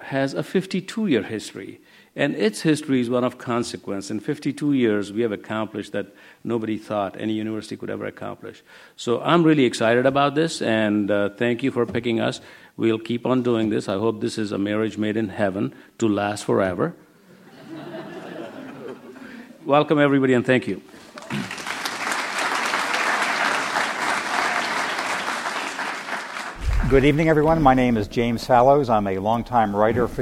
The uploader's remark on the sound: As part of The Atlantic Meets the Pacific 2013 conference presented by The Atlantic and UC San Diego.